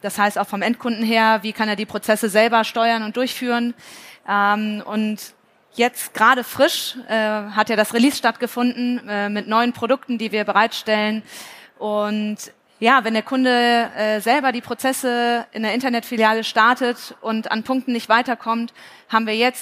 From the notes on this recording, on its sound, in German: Live vor Ort vom FI-Forum in Frankfurt.